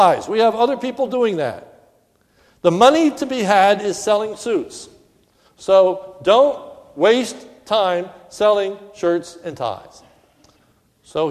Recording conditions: large echoing room